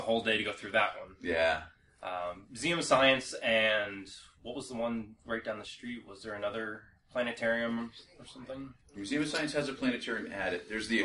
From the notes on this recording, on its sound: HPR at NELF 2014 Afterparty. The Zoom H1 Recorders are fantastic devices. They definitely pick up more sound than I did when the podcast was being recorded. I heard things in playback that I wish I had heard and addressed during the live recording.